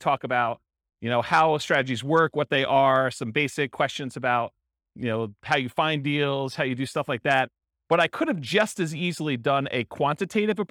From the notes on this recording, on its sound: This was a live class recorded